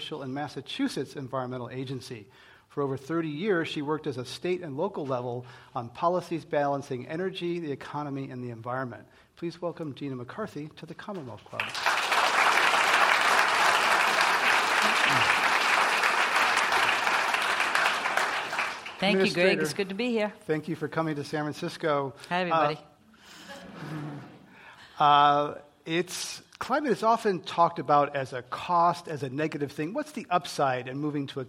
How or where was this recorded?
live audience